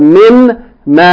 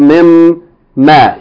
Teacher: the noon of the min has been assimilated, or idgham, assimilated to the meme of ma · Shown in: second take · So you have, instead of min ma, you have mim ma, shortened.